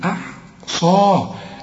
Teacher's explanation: هنرقق الهمزة وهنرقق الحاء زي ما تقول أحمد · الصاد والمد بتاعها هم المفخمين. وعندك بعد الصاد الألف عشان تمد ألف كاملة مكتوبة بدون ألف، لكن تنطق بالألف وتكتب هكذا بدون ألف، أحصاء، أحصاه الله.